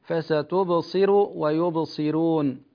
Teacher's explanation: رقق الراء في الكلمتين لأنها مضمومة ومسبوقة بحرف مكسور